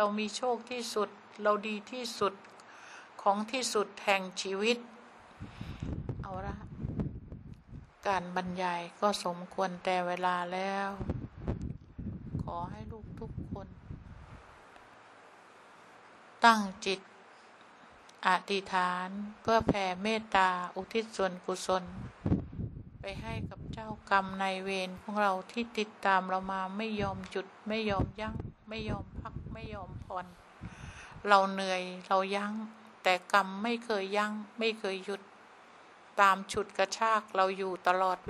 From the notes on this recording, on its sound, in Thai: เสียงอัดธรรมมะจากเครื่องบันทึกเสียงของคุณแม่